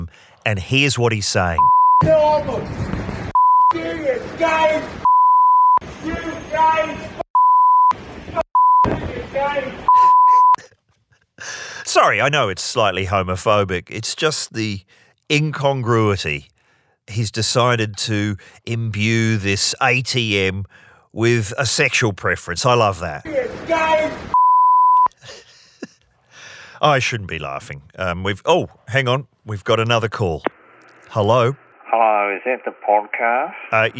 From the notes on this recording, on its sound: Recording the show in a parked car proves to be misguided